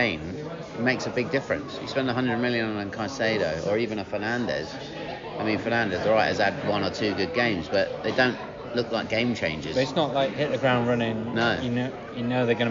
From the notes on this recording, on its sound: Part 1 is in the pub. Part 2 is on Zoom.